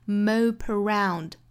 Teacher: 以是 omope。那再跟后面的 around 连读 mopearound，一定不要把中间的这个 a 的音给丢掉了，应该是三个音节的哒哒哒